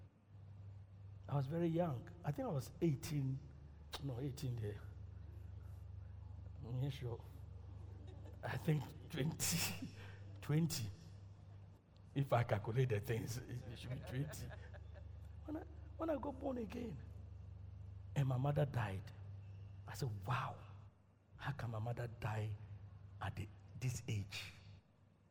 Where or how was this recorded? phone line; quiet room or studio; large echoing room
large echoing room